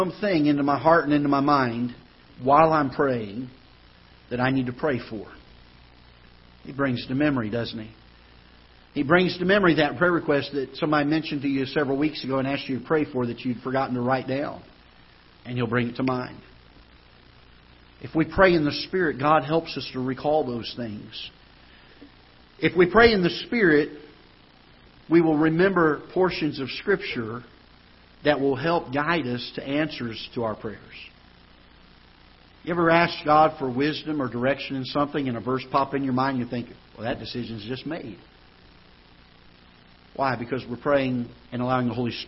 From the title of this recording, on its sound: Ketha Heights Baptist Church ~ Live Broadcast